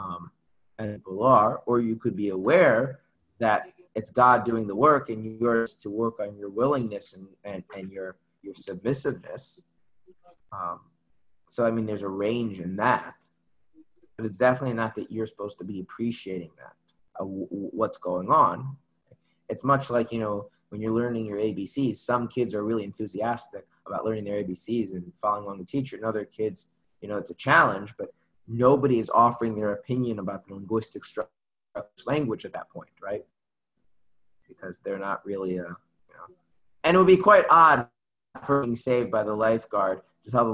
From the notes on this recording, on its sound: Zoom Class.